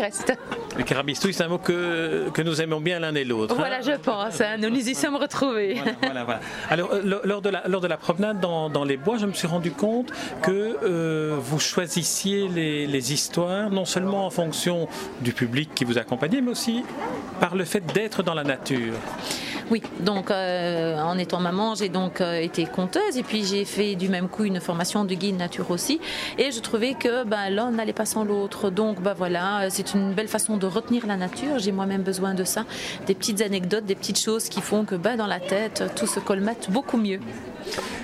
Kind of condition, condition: setting, busy venue